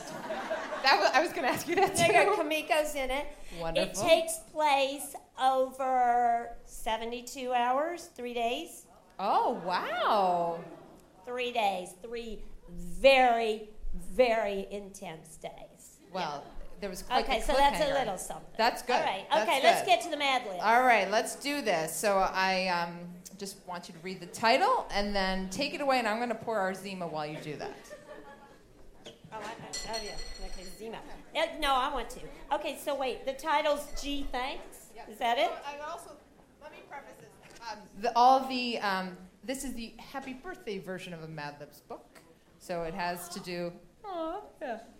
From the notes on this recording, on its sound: In the first of three episodes dedicated to this live show